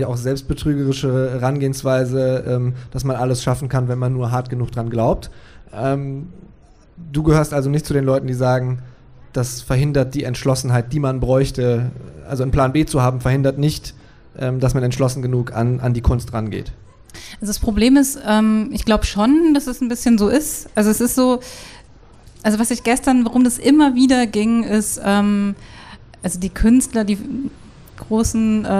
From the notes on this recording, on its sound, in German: Wir sprechen auf dem Pop-Kultur-Festival